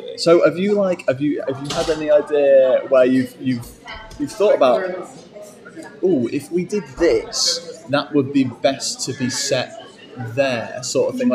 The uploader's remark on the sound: at the NSDF festival!